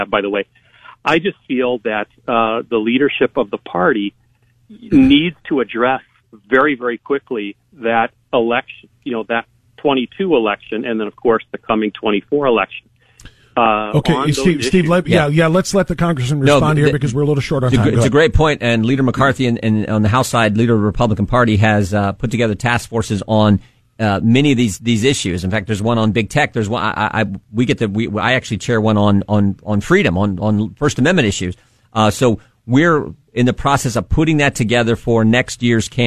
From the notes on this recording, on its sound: In Studio Taking Your Phone Calls.